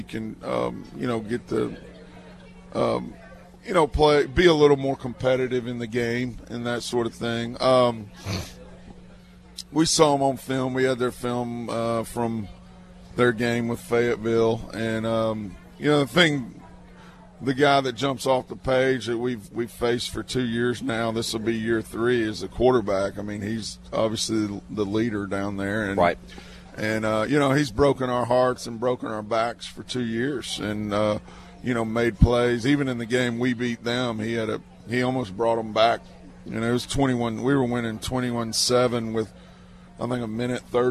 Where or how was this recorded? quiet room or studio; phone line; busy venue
busy venue